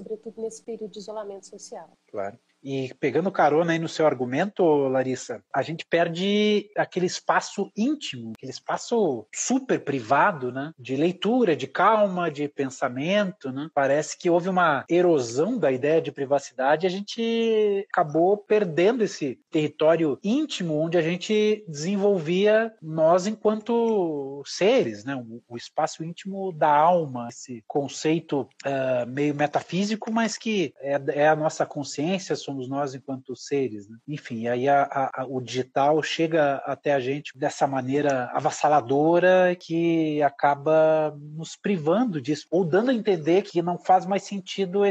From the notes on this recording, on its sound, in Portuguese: ao vivo pelo Instagram